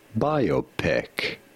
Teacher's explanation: You do want to stress on the first syllable, on the bi syllable.